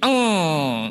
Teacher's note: Baik, ketika ikhfa seperti apa, bersiap saja, jangan nempel dulu man enggak, tapi lihat kalau eng itu nanti gini, pangkal lidahnya begini, eng, ditutup aliran mulutnya sehingga masuk kepada hidung